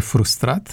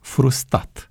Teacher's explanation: unii vorbitori aleg să rostească cuvintele amputându-le consoana care se repetă · Shown in: second take